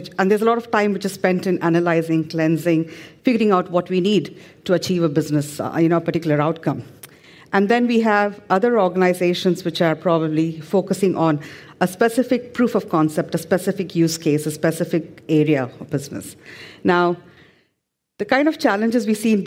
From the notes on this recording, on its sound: This panel session at FinJS.